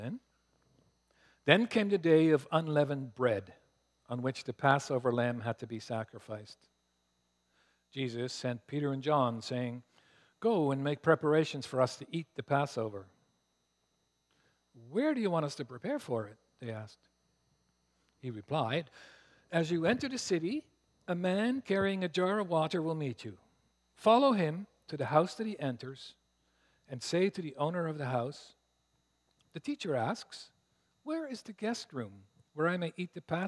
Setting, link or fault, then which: setting, large echoing room